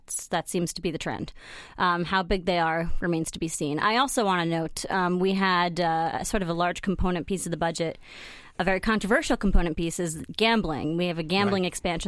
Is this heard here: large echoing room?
no